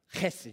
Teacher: You got to say it from the back of your throat. It's like a guttural sound.